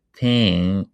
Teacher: you will hear that your vowel is what we call nasalized meaning that the airflow is going through nose not only mouth so you will hear that tang eh, eh, is nasal, right?